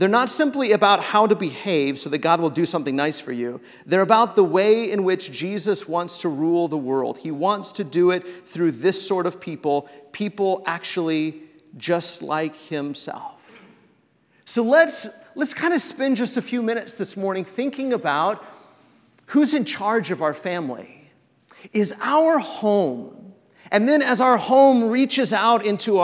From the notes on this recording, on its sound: This episode of the Fam Lab is an excerpt from The Road Family Conference 2019 at The church of Christ on McDermott Road.